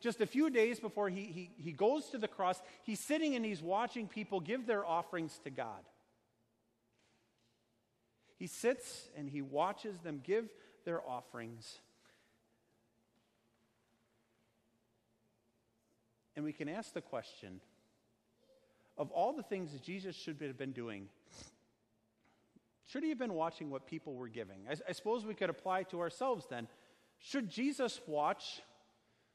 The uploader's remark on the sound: Sermon preached on Sunday, August 25, 2019, at Our Savior Lutheran Church in Birmingham, AL.